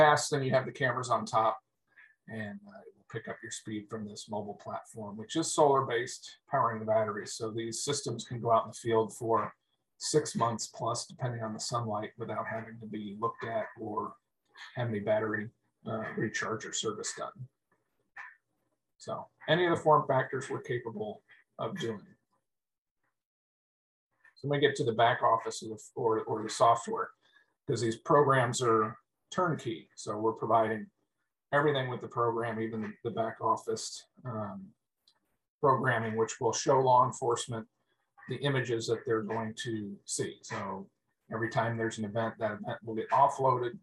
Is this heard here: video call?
yes